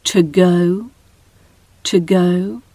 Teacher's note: So instead of this O in two, we're using the schwa